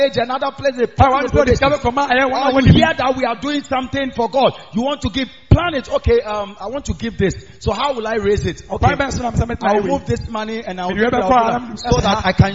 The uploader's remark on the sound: Preached On Sunday At The Miracle Arena